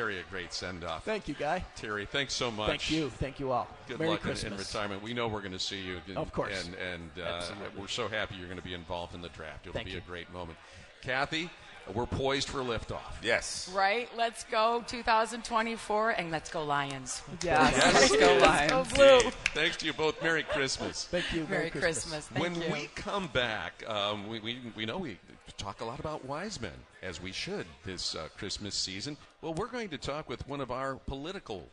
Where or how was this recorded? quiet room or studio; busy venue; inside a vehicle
busy venue